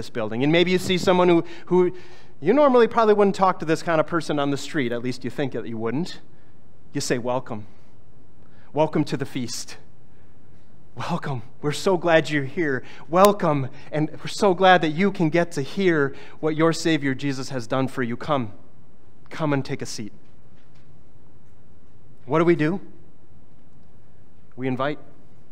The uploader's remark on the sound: Was preached on August 20, 2023.